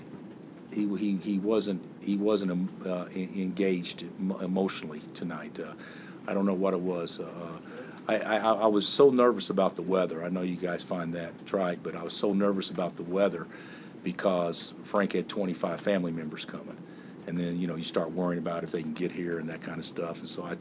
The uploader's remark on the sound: Press Conferences & Post-Game Interviews